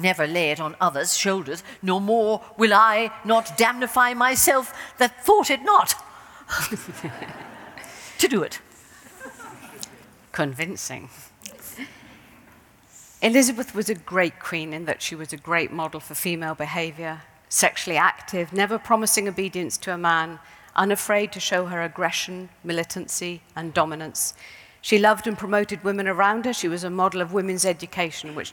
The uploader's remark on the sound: In this event, recorded in 2017